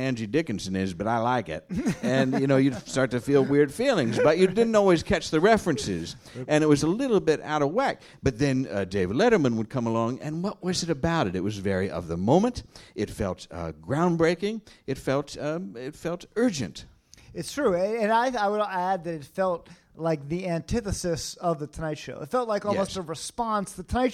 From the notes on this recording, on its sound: special live episode of Deep Night, recorded at the Slipper Room in NYC